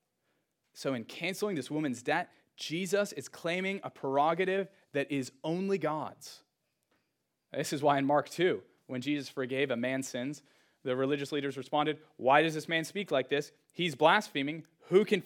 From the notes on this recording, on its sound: Sermon audio from Trinity Church of Bedford’s first service!